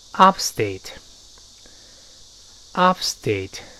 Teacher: The accent is on the firstsyllable，重音在第一个音节读成 upstate